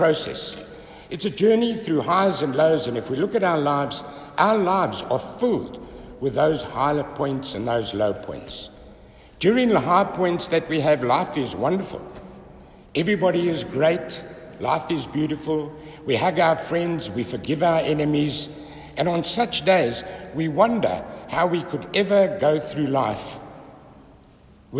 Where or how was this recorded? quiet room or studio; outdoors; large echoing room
large echoing room